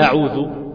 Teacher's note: لما تقول أعوذ ترقق الهمزة